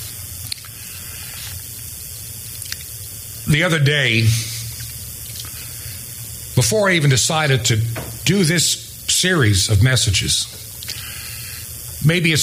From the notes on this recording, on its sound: preached at Trinity Chapel in Seven Mile Ford (Marion) Virginia